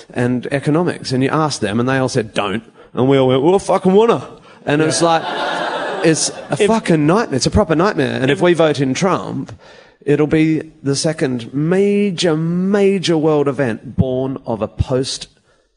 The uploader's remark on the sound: Live at the Los Angeles Podcast Festival